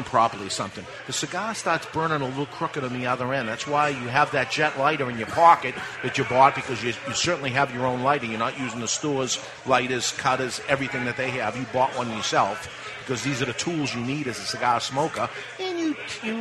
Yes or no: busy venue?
yes